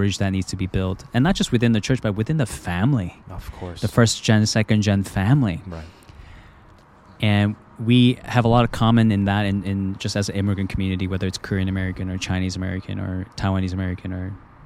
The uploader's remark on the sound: Recorded at the KALI National Gathering at Covenant Theological Seminary.